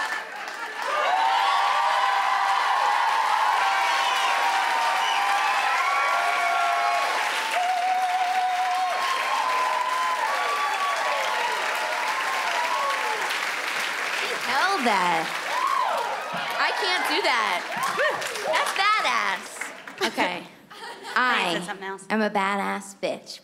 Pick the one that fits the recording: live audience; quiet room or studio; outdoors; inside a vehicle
live audience